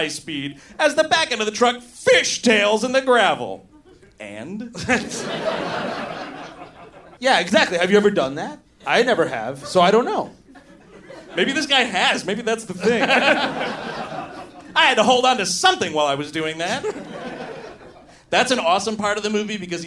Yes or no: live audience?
yes